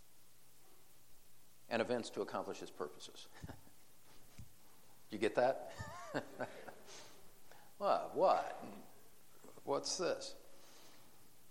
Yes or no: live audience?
yes